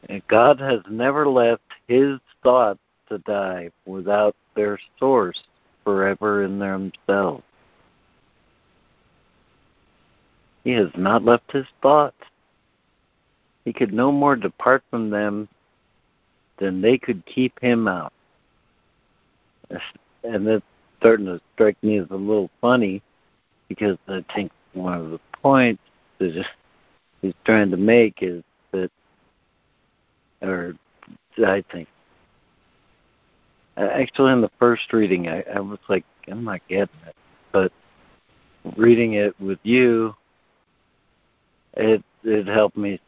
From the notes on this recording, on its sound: ACIM Daily Conference Call